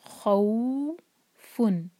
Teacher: خو کا فتحہ واو سے جوڑیں گے، خو فن. اردو میں تو ہم خوف کہہ لیتے ہیں نا، لیکن عربی میں ایسا نہیں کر سکتے.